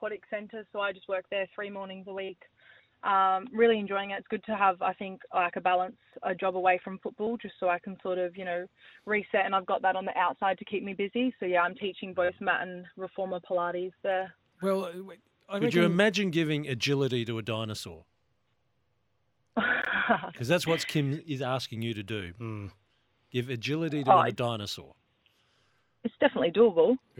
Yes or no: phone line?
yes